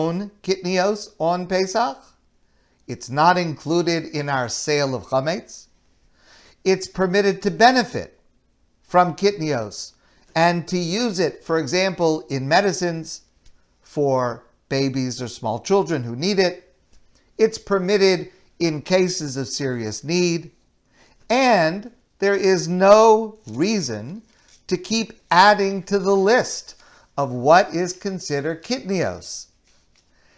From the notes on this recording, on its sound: Delivered at Kollel Torah Mitzion